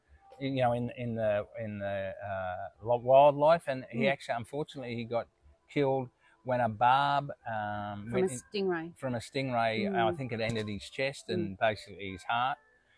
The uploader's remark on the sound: Queensland, Australia. We recorded live in different locations around the zoo where wewere stalked by water dragons -which if you can believe it - wander freelyaround the zoo and are as scary as they sound.